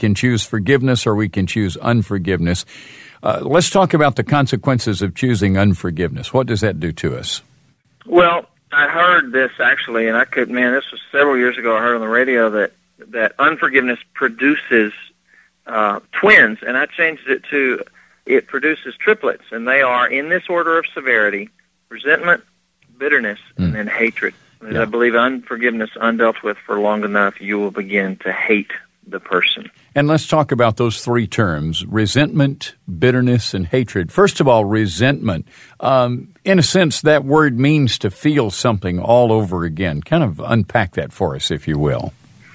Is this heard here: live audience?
no